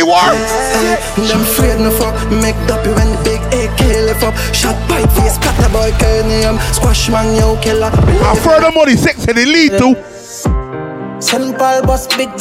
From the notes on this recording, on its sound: LIVE AUDIO FROM THE OFFICIAL REOPENING OF RAKSHAK BAR ORANGE HILL, ST.JAMES BARBADOS.